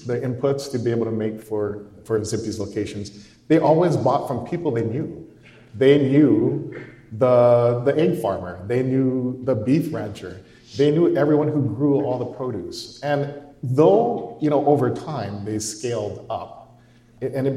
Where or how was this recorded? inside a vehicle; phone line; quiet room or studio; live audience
live audience